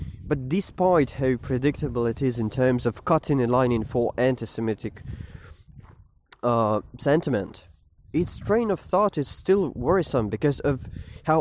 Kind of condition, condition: setting, outdoors